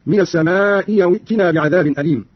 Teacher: قالون تعالى: من السماء أوتنا بعذاب أليم. قرأ قالون بإبدال الهمزة الثانية ياء هكذا: من السماء أوتنا بعذاب أليم.